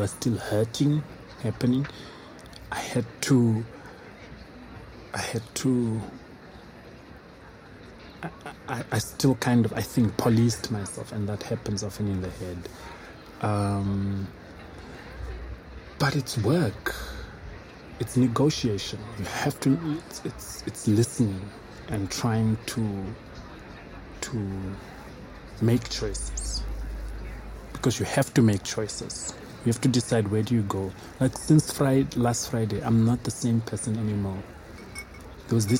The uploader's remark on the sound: Recorded at Spielart Festival, 2019, Munich (DE)